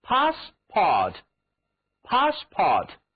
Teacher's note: 长元音 O，这个词里面有两个长元音，所以读的时候要把声音拖长，口型要张大。